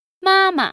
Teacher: That uses a first tone and a neutral tone.